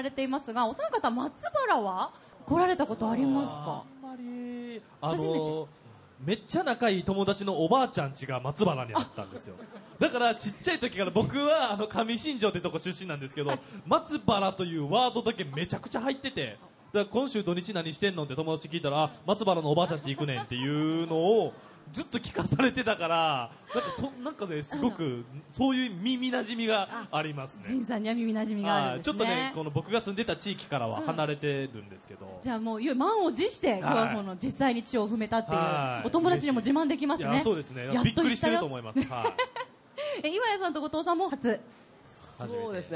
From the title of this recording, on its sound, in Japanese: 大阪・松原市での公開録音